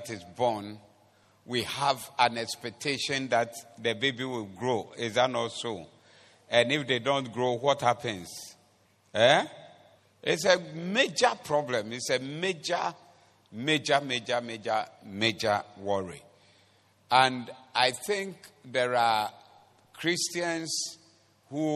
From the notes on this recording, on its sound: Preached at the Doxa Service 24092023.